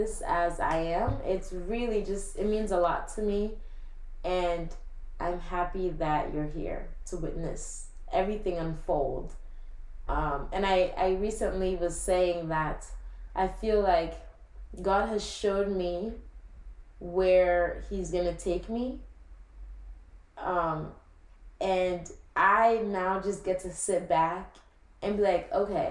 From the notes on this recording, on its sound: so sorry for the audio on this - i made a big mistake in recording this (aka i recorded from like laptop mic instead of my actual mic)